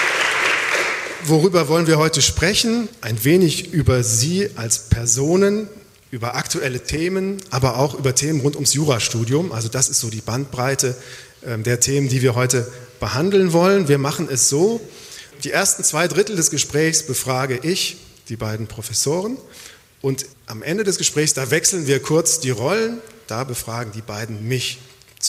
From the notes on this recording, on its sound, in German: Live aus der Uni Freiburg. Die Albert-Ludwigs-Universität in Freiburg.